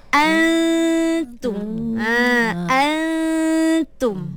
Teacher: kekalkan dengung tu. Cuma kita buangkan nun tu. Kita tak nak ada sebutan jelas pada nun. · Term: ikhfa